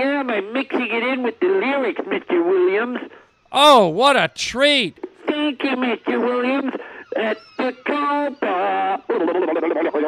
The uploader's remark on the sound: Calls from listeners.